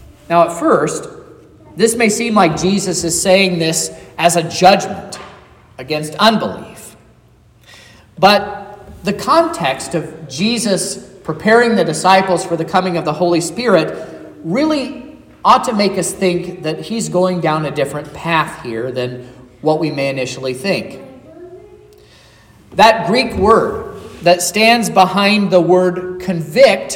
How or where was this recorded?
large echoing room